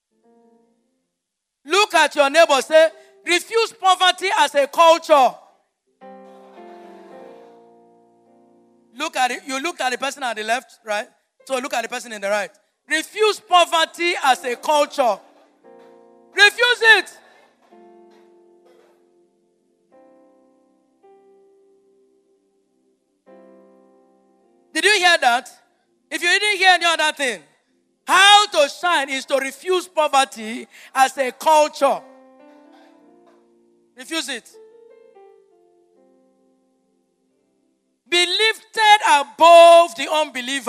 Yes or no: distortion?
no